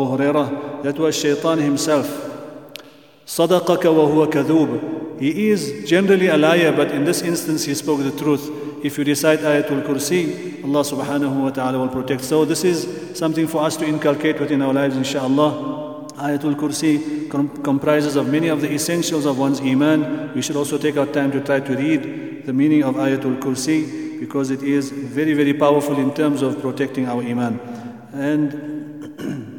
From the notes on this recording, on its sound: At the Houghton Masjid (West Street).